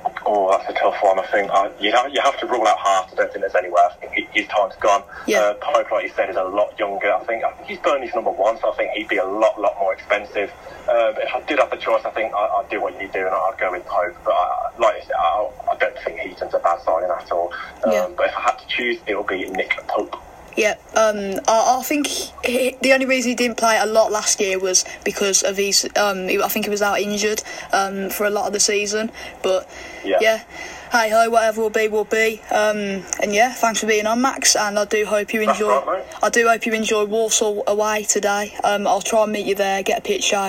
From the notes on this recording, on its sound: Invites Villa fans onto the football phone-in.